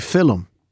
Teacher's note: the helper vowel absolutely comes from Irish, because it's part of Irish